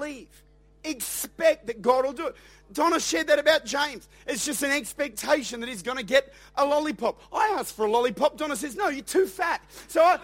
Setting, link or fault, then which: setting, large echoing room